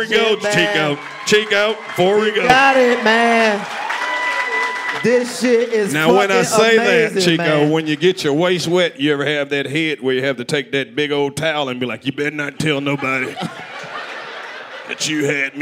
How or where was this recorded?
live audience